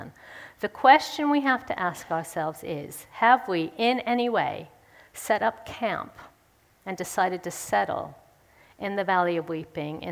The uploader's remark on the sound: speaks at the Third Person conference in session 3